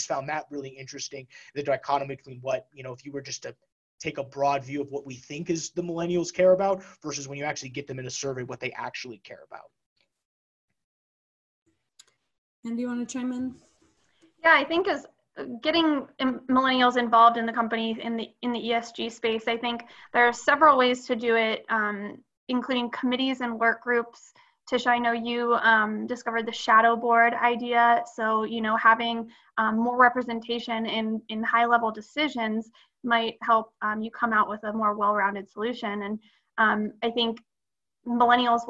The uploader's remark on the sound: Webinar recorded on June 10, 2020